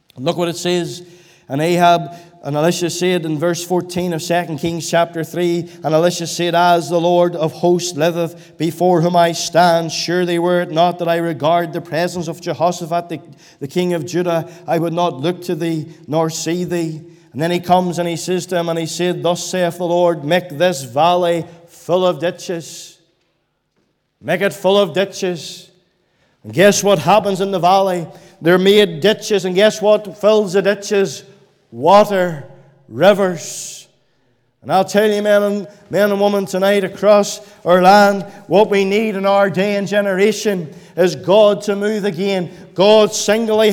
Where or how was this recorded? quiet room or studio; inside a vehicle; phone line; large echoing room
large echoing room